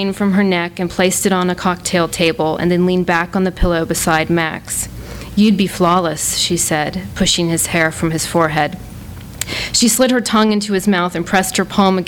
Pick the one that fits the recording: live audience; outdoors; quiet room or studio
live audience